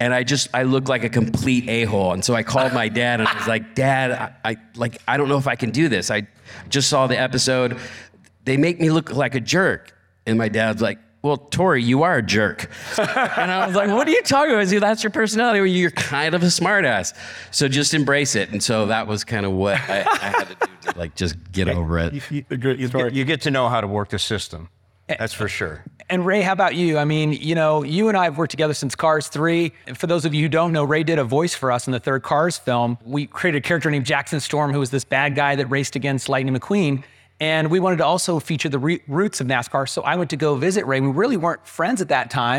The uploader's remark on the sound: Talking Classic Cars debuts our first live interview session at the 2022 Pebble Beach RetroAuto Forums. In front of a live audience.